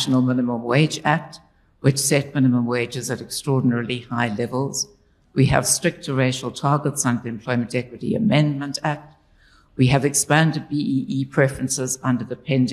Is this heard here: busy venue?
yes